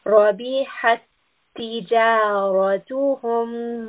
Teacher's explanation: we have a ta with a sukun, and we have that, following that a ta with a shadda. So we are connecting both of these ta's.